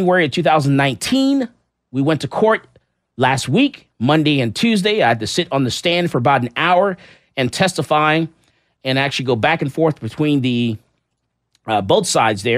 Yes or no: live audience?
no